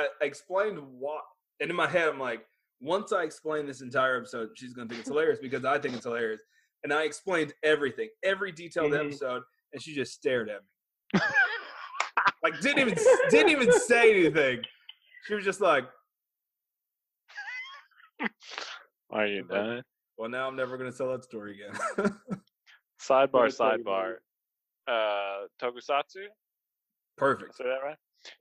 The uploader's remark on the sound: The audio isn't our best but we had a lot of fun. I cut quite a bit for the audio version.